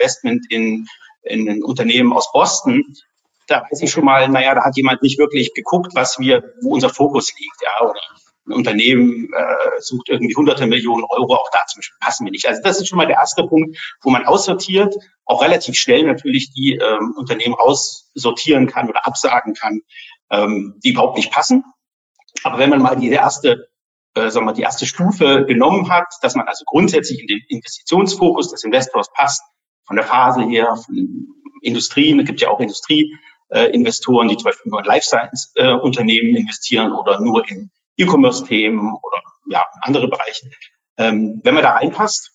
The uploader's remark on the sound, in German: Die Podcast-Folge ist ein Mitschnitt unseres Webinars auf unserer Plattform Top 50 Start-ups